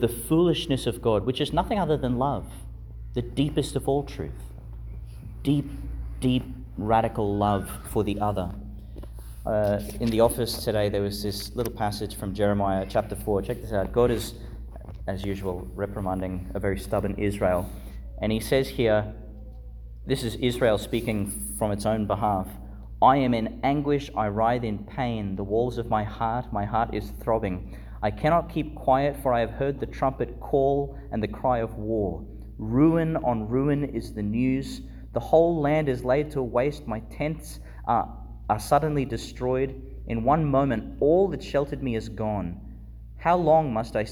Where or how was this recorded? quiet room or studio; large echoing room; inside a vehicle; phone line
large echoing room